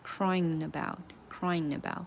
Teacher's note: Crying about 也是一个连读 about，嗯，然后鼻音重一点点吧